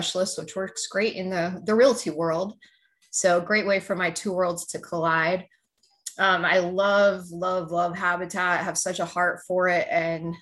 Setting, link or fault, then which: link, video call